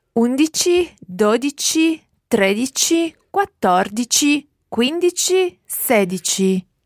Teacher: Okay, so all of those numbers so far use that dici ending. And the stress goes on whichever syllable comes before the dici ending.